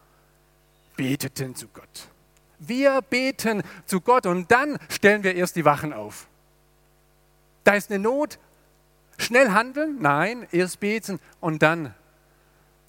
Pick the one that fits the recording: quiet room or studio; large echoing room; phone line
large echoing room